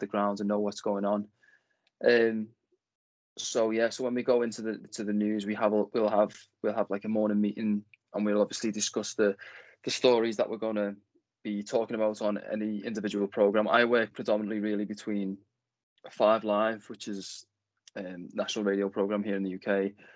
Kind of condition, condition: link, video call